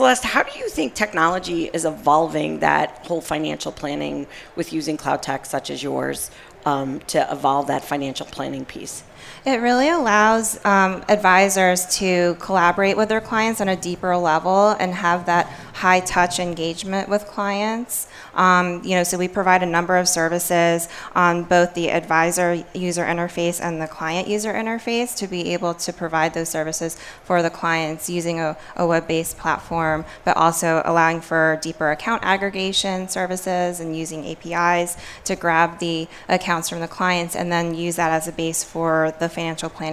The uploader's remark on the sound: Live from AICPA Engage 2018